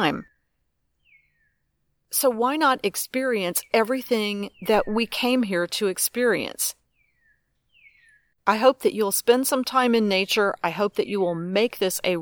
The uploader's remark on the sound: Musical soundtrack courtesy of owls, crows, tree frogs, sweetly singing birds & various buzzing things. I’m creating new meditations while sitting by the river, surrounded by the sounds of nature. Tree Frog - The sounds of nature are the music for this podcast episode.